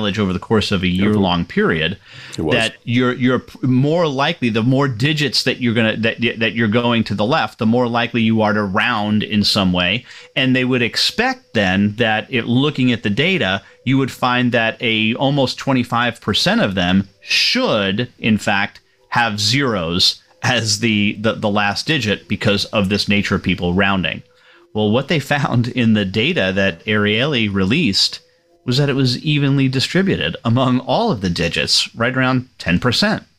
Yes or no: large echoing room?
no